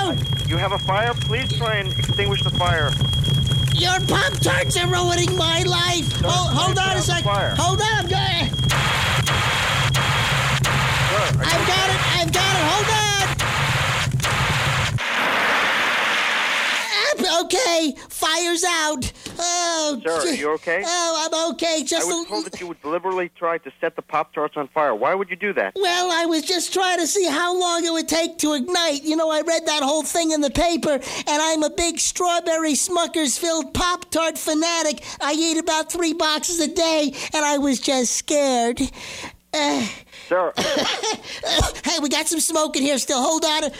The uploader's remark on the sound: Prank Phone Calls Collection.